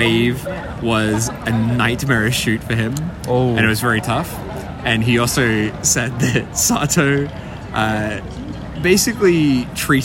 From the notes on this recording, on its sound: So, at this point we're like ten beers in and recording the middle of a vomit-strewn Shinjuku street.